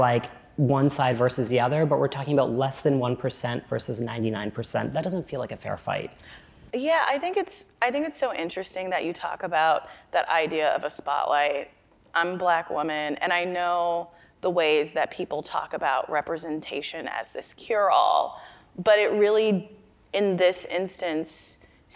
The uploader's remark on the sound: In this conversation from the Crosscut Ideas Festival